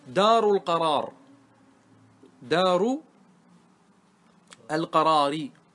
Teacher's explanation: فالألف في القراري تستحق الإمالة